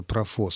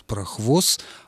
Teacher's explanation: Причем причина этого переосмысления связана еще и с тем, что «ф» звук для русского языка не характерный, он поздно появился в русском языке. И в 17-18 веках абсолютное большинство носителей русского языка этот звук передавали как «хв». · Shown in: second take · Вот отсюда и возникло это произношение вместо «профос» — «прохвос», а дальше добавляется «т», потому что оно буквально напрашивается.